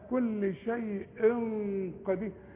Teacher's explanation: شوفوا الغنة تخينة علشان القاف